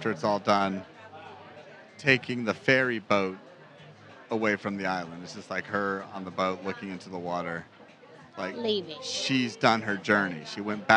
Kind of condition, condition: setting, busy venue